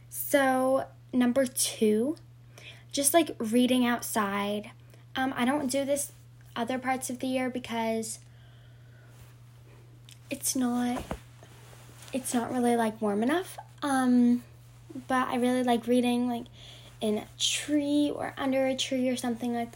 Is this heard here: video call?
no